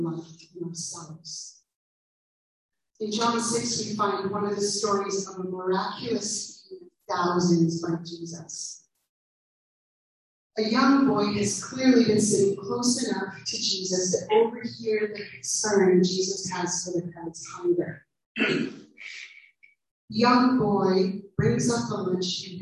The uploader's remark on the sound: We do apologize for the poor sound quality on this one - we are working the little sound gremlins out.